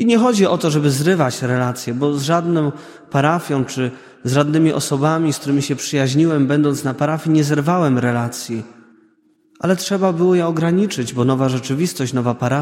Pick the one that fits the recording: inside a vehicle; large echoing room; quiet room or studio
large echoing room